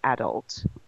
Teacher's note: So the emphasis, we put it on the first part of the word adult.